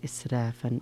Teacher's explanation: إسرافا فيه ترقيق الراء، إسرافا